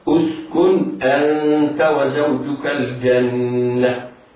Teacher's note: يكون حكم النون الساكنة الإظهار الحلقي لوقوع الهمزة بعد النون في كلمتين